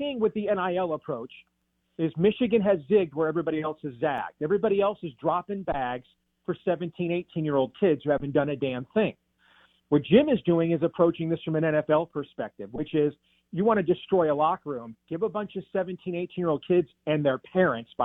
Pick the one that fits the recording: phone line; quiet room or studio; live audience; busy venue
phone line